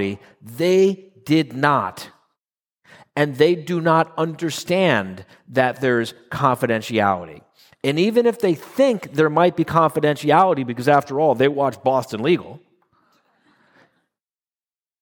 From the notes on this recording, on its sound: 2022 live quarterly meeting in Phoenix.